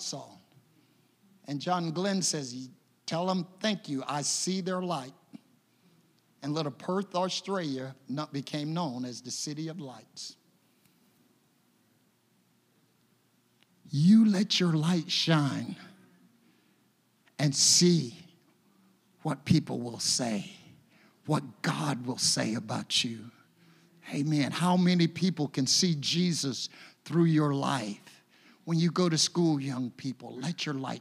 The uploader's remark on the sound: a service recording from Connect Point UPC